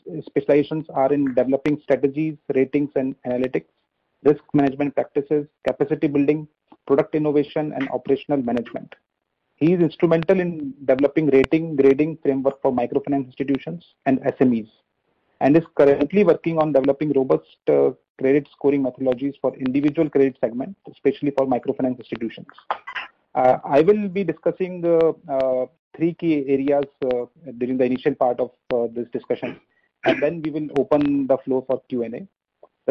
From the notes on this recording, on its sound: Conference call with M-Cril.